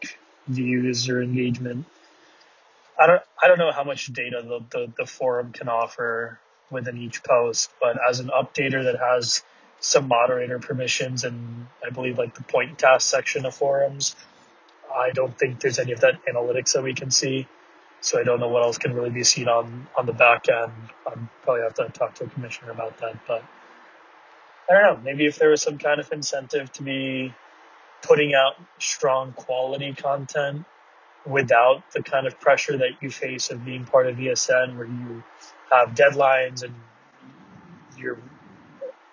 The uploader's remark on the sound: VHL Awards Carcast